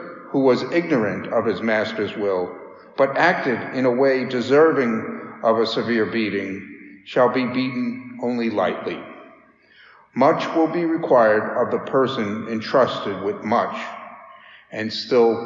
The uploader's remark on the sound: Daily Mass homily